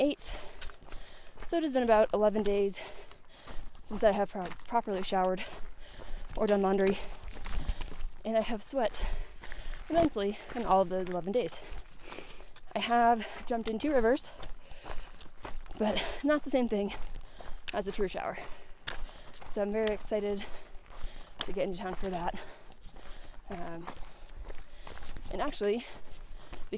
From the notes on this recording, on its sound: decided to do a solo pod while hiking!